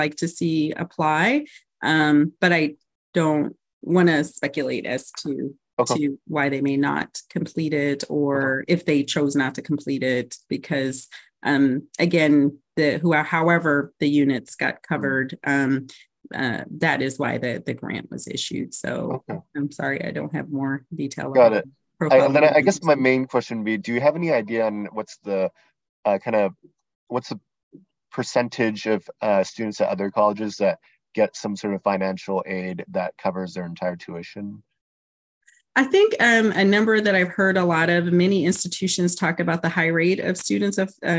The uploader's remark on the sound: Originally on Zoom.